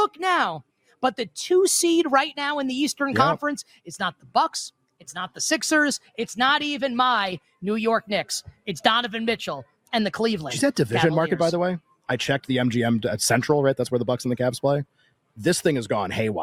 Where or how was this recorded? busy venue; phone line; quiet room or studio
busy venue